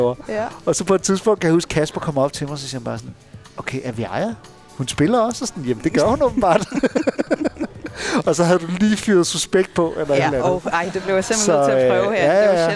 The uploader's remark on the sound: Live fra Salen. Dørene åbner for første gang efter Lockdown & vi sendte live i salen.